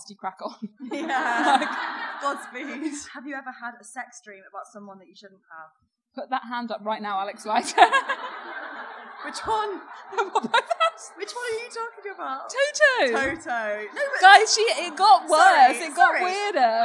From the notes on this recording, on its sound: Is It Just Me LIVE. The girls are back with their amazing live audience. Thank you to all of those who came to the show.